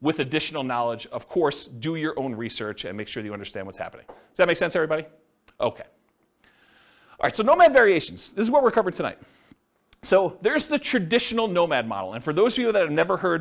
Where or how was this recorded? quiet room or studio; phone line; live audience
live audience